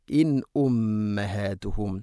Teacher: നൂണിനെ വെളിവാക്കി ഹംസയെ വെളിവാക്കി ഉച്ചരിക്കണം.